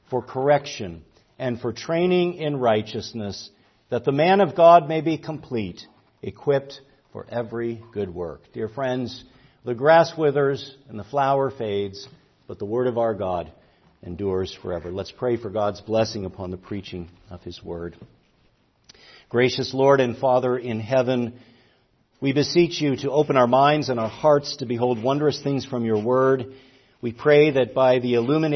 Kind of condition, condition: setting, large echoing room